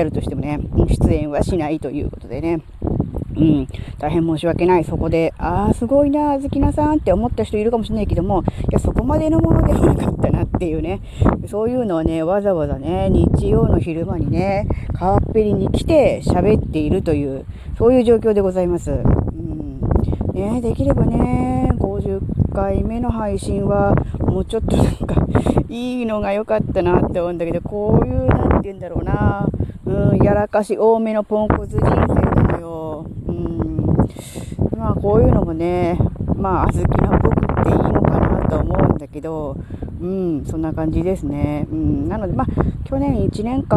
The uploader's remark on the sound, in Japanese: 屋外で収録しました。風が強かったため、雑音多めですみません。